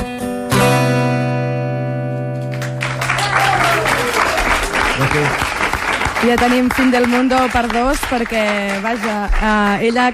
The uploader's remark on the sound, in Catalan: La música en directe al programa especial de la llibreria Laie. En format acústic.